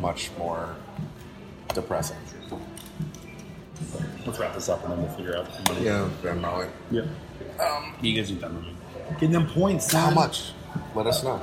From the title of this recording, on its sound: LIVE from Brunch!